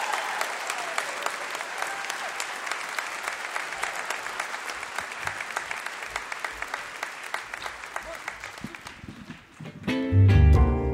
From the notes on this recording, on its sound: This episode was recorded on March 26thth, 2023, at Keith Albee Theater in Huntington, WV.